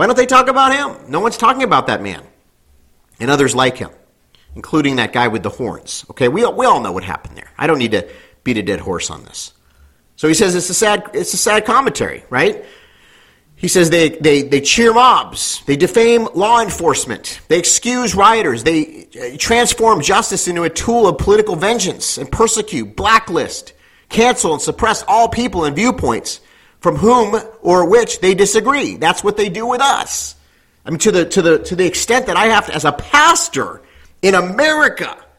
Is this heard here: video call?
no